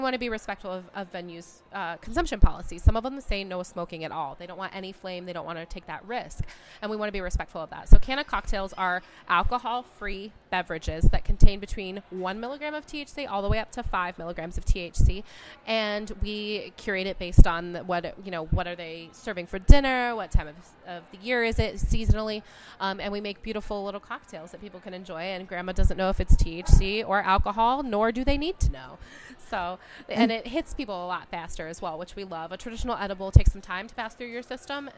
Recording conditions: busy venue